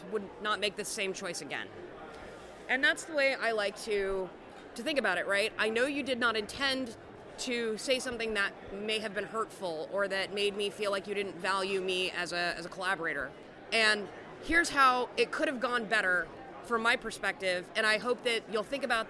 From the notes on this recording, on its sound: at the Twelfth Annual Southern California Linux Expo (SCALE 12x)